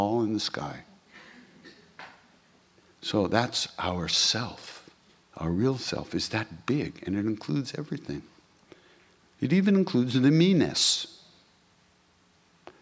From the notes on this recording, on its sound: during the Heart of Devotion workshop at Princeton University